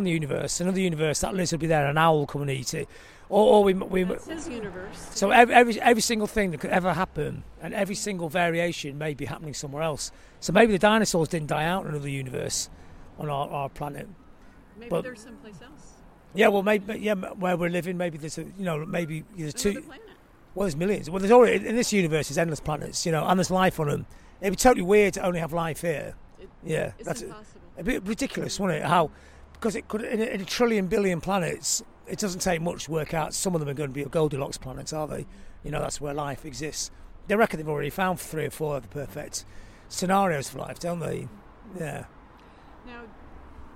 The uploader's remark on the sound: while walking around London